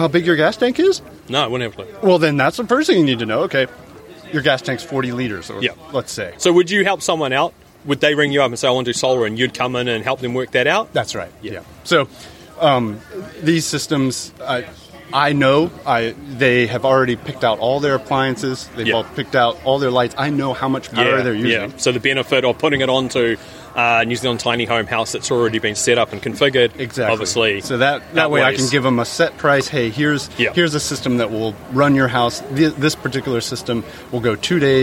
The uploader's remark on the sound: While looking around the 2019 Fieldays. Fieldays 2019.